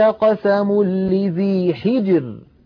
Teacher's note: طيب إذا كان هذا الذي قبل قبلها مكسور نرقق كما قلنا، هل في ذلك قسم لذي حجر، لاحظوا كلمة حجر، الراء ساكنة وقبلها الجيم ساكنة وقبلها الحاء مكسورة، إذن نرقق هذه الراء وكأنها ري، كأنها مكسورة